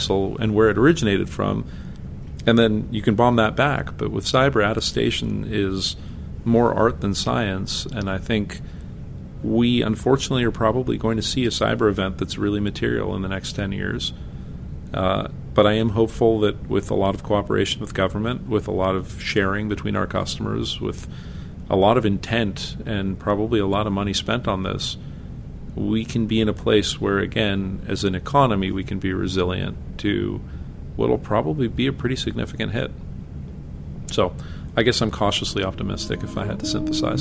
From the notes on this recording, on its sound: at their yearly conference, CONVERGE